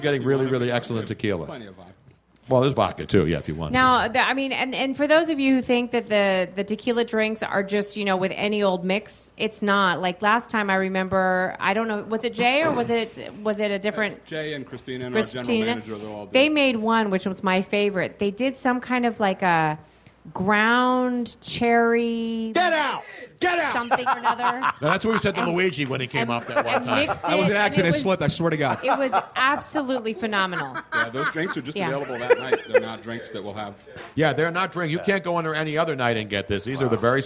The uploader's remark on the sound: The whole gang was back in action at Comedy Sports Philly for our big Pre-Valentines day extravaganza. Our audience in the Theatre.